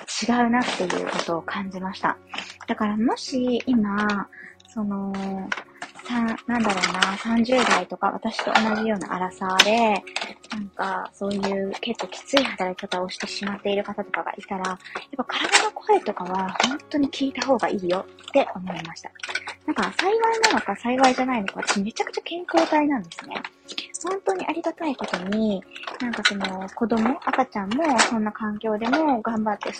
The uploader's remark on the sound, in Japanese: 雑音入り